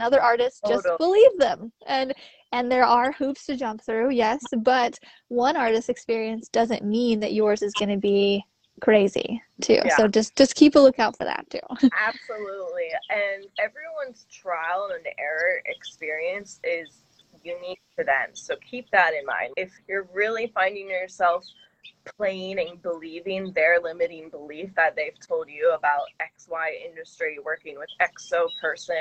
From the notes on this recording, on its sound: we both recorded this sitting outside on our decks so you’ll probably hear some nature sounds in the background